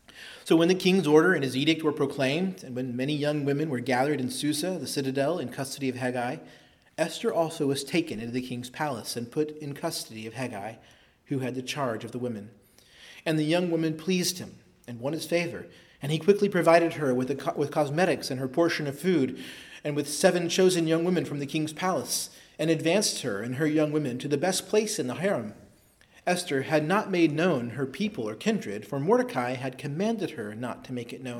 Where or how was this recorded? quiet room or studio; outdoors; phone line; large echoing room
large echoing room